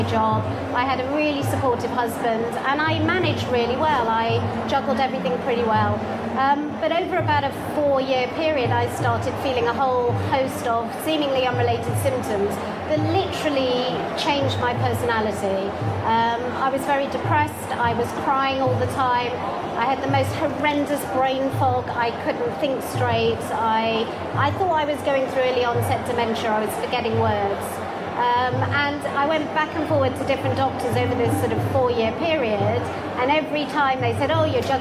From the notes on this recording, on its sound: LIVE* recording from The Mind, Body, Spirit Festival, London